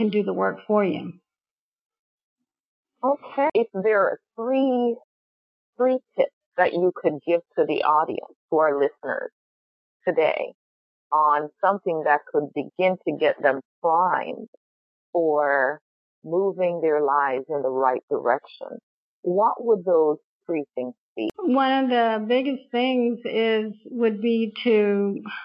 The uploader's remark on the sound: We experienced some technical challenges with the audio